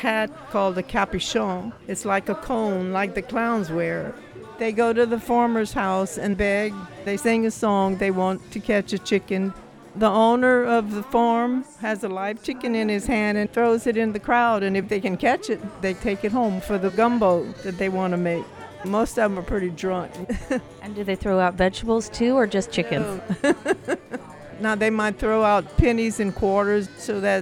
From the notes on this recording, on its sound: Previously unreleased recordings from Mardis Gras ’ past captured right here in Portland, Oregon… featuring live music, parades & even a Ball! Luckily, we have previously unreleased recordings from Mardis Gras ’ past captured right here in Portland, Oregon… featuring live music, parades & even a Ball!